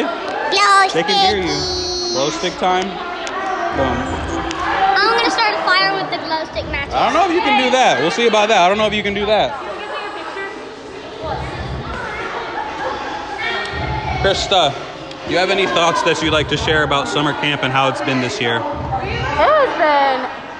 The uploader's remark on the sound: I'm live at Orange site for our last day of summer camp, and for PROM. Hear from participants and staff alike as I go around and collect perspectives and thoughts.